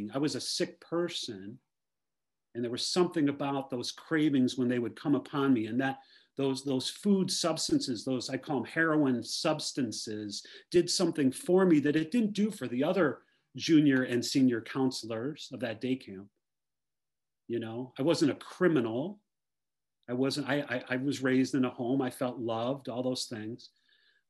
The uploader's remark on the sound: Recorded at the 100+++ Pounder Special Focus Meeting Wednesdays at 8am PST/11am EST/4pm GMT Meeting ID